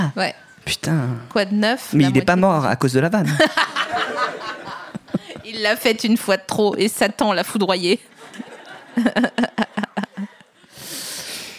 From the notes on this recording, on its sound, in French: Cet épisode a été enregistré le 6 juillet 2019 à La Nouvelle Seine (3 Quai de Montebello, Paris 5e).